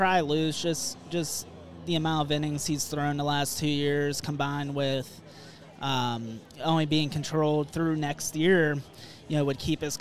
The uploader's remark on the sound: Rum Bunter Radio Live from the Federal Galley in Pittsburgh!